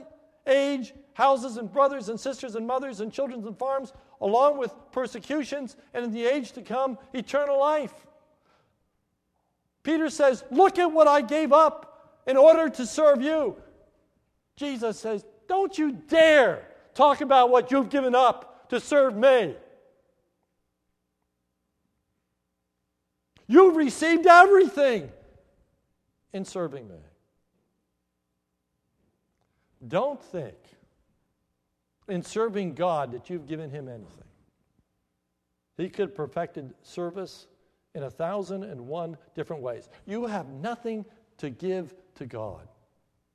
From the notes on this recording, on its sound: This is a sermon recorded at the Lebanon Bible Fellowship Church, in Lebanon, PA, on 4/2/2015 during the Maundy Thursday service